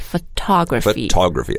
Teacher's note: photography, because the stress is on that second syllable